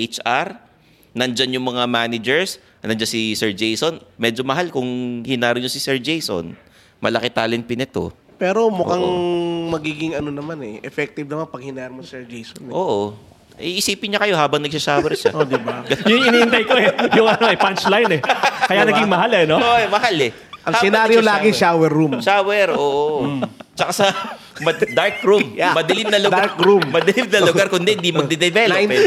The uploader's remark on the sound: Underpaid Live Recoding Sessions. Ngayon lang namin 'to ginawa with a live audience, sa unang pagkakataon nakasama namin ang mga listeners ng Underpaid.